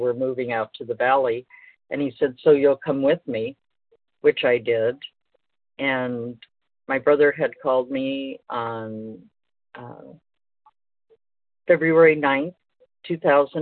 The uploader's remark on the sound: 100 Pounders Phone Meeting.